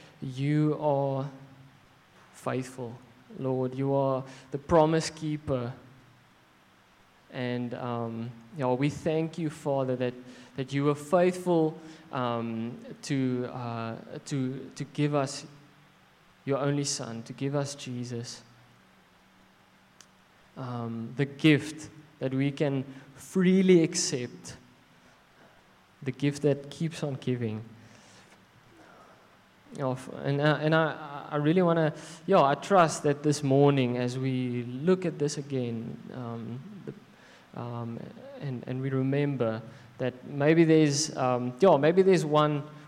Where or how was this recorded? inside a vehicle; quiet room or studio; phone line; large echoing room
large echoing room